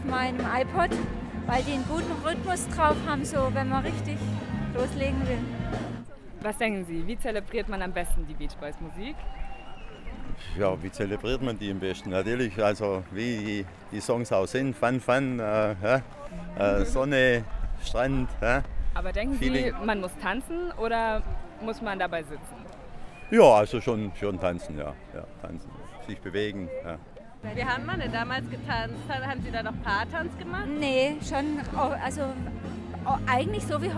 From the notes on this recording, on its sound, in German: Festivalatmosphäre garantiert